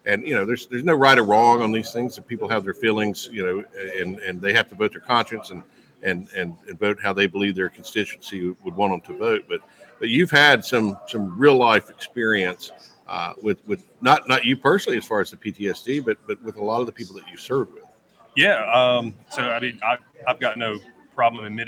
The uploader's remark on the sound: LIVE from the American Legislative Exchange Council Annual Conference. LIVE FROM ORLANDO at the AMERICAN LEGISLATIVE EXCHANGE COUNCIL ANNUAL EXCHANGE.